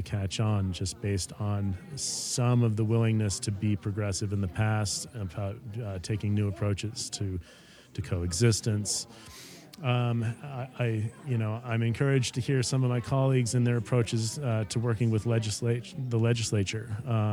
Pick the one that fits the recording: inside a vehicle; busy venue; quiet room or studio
busy venue